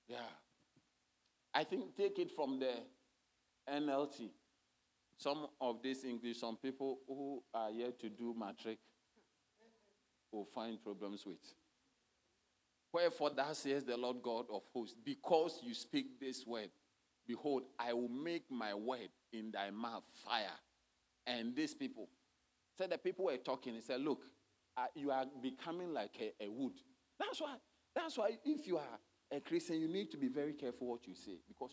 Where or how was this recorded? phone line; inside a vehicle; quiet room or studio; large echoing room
large echoing room